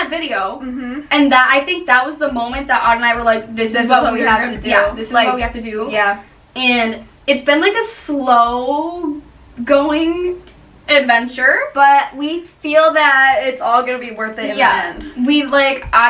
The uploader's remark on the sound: We know the audio sounds horrible.